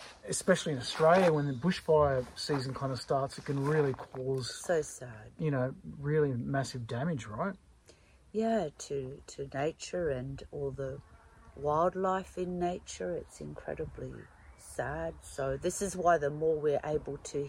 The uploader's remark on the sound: On this special outdoors episode of The Australian Ghost Whisperer, we head into the great outdoors